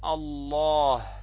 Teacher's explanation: تجد إذا تكلمت بحرف الهاء، إذا قلت مثلا الله، فتجد الهاء في نهاية لفظ الجلالة يخرج معه ماذا؟ الهواء · Term: الهمس